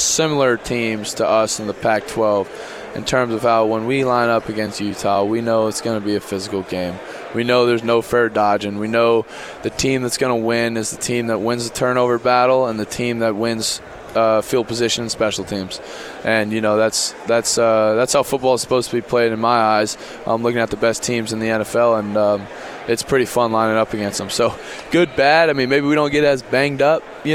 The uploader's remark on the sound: live from PAC 12 Media Day